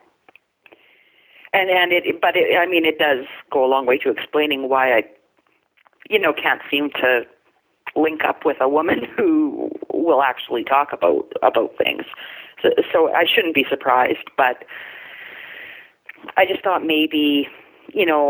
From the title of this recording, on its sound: Call In Show